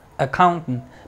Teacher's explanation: accountant comienza con a, aunque su sonido no sea a, es schwa